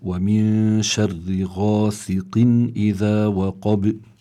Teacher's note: نون ساكن أتى بعدها حرف الشين الشين من حروف الإخفاء فهون حكم النون أنها مخفاة والإخفاء كما ذكرنا بيكون دائما بغنة